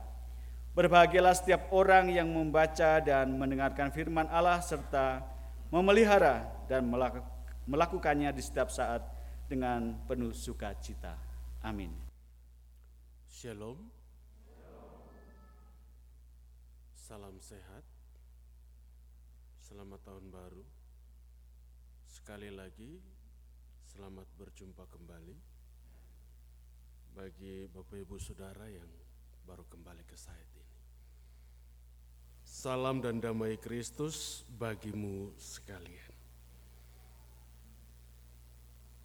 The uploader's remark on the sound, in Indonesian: Khotbah dan Doa Syafaat rekaman ibadah Minggu Pagi tgl 22 Januari 2023.